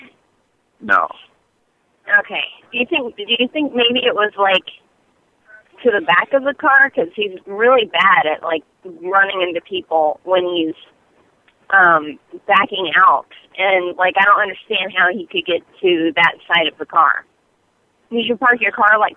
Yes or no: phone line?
yes